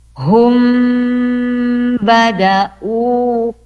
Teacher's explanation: Di sini huruf mim sukun bertemu dengan ba ya, atau di depannya mim sukun atau mim mati ada huruf ba, maka M-nya dibaca dengung ya. · Term: ikhfa syafawi